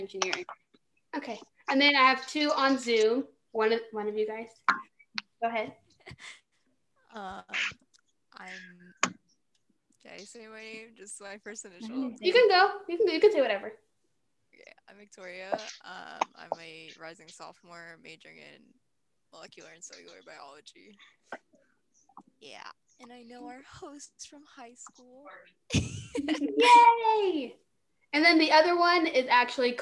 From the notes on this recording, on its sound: While we were talking my friend was actually making dinner, so if you guys hear any background noise it just adds some spice to the episode.